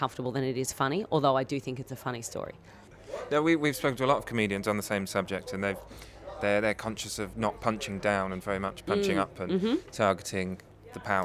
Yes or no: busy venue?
yes